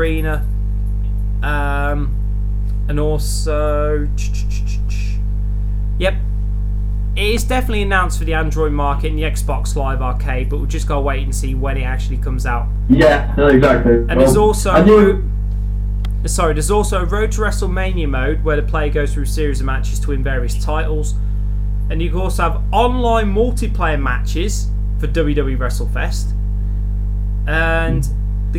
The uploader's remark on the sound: Possibly poorly recorded because we have a new computer and Skype is only accessible on that view.